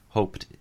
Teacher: because the E-D ending is following a voiceless consonant, it's pronounced with a T sound